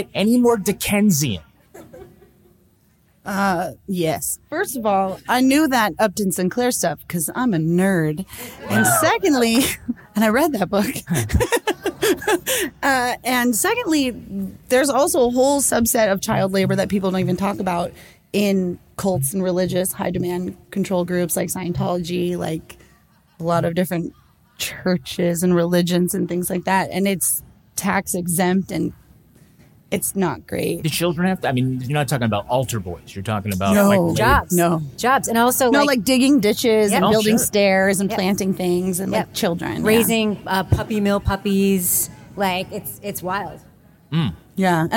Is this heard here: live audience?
yes